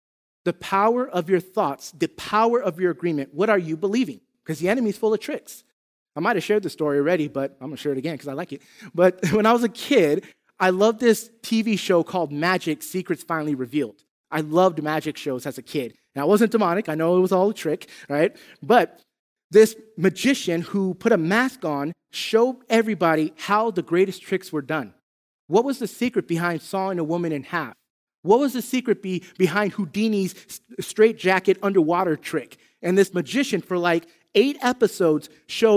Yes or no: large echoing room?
yes